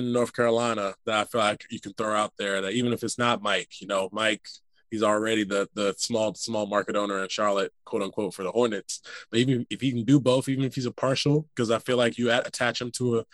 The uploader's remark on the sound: via Zoom